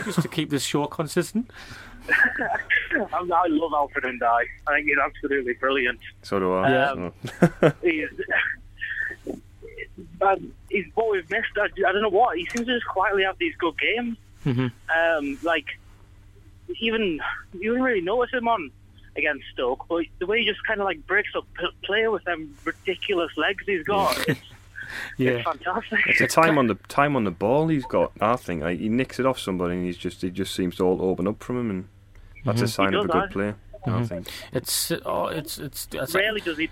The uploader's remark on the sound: joined on the phone